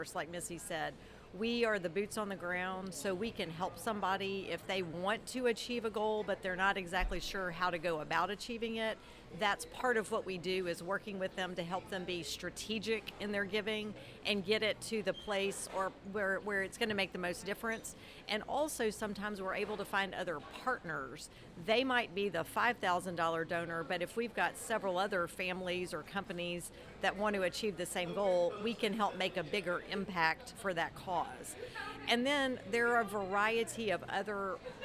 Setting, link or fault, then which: setting, busy venue